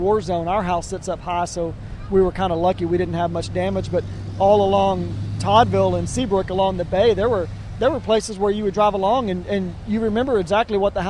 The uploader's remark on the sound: LIVE from Bolivar. Sit down live from the beach.